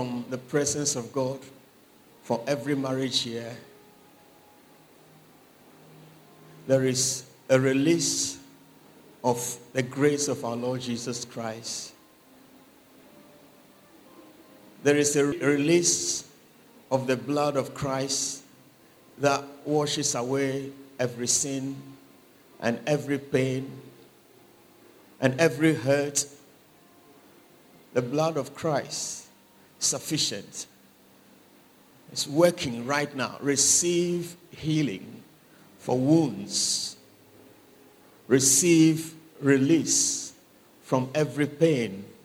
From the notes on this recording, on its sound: Sermon preached at CBC Adabraka Campus